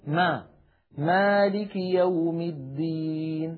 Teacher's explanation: العرب لا تفخم الميم أبدا